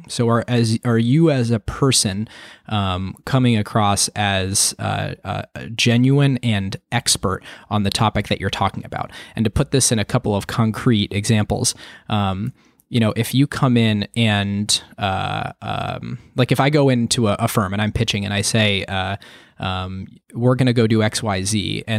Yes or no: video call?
no